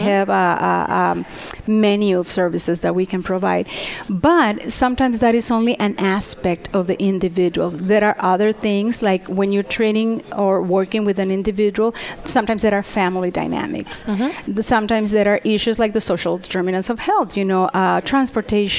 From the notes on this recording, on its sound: Broadcast Live from The 15th Annual Cesar Chavez Conference.